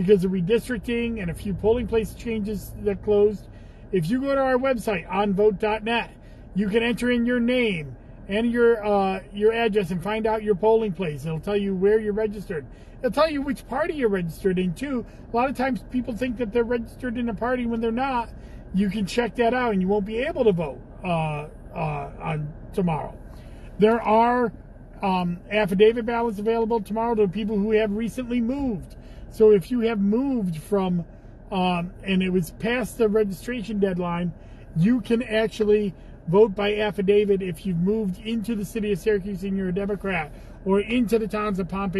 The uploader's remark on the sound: Commissioner in a Car